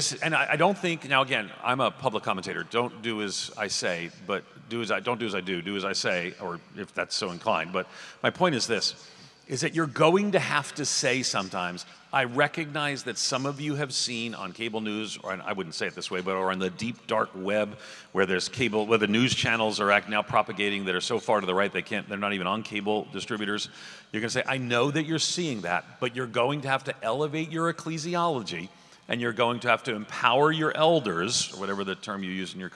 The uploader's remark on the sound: at the Send Network breakfast at the SBC annual meeting this week